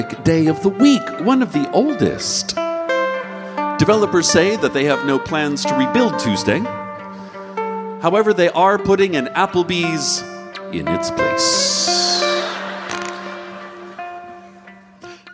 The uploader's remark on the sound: An excerpt from our latest live show recording